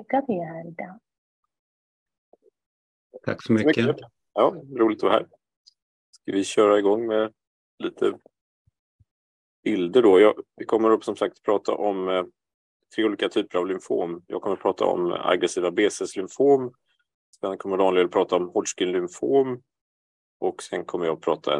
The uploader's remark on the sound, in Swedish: Ljudinspelningen från SOF:s webbinarium om maligna lymfom.